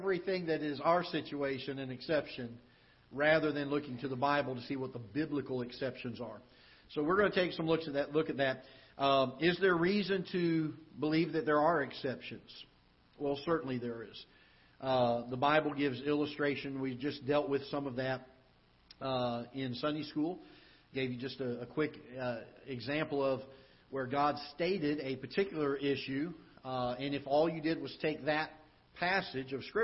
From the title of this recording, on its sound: Ketha Heights Baptist Church ~ Live Broadcast